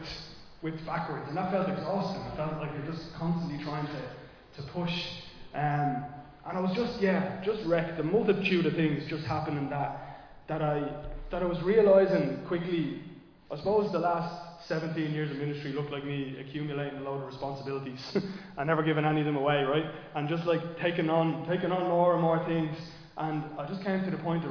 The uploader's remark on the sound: Recorded live in Liberty Church on 11 July 2023